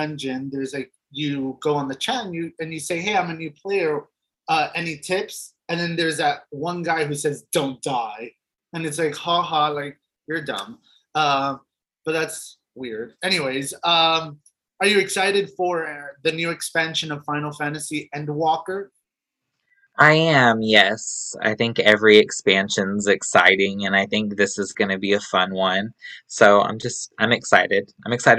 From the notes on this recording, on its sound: With the help of Zoom we chatting